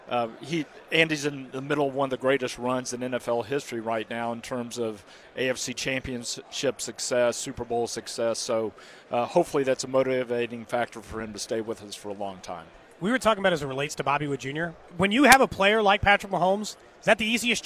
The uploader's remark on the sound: Live from Radio Row in Las Vegas.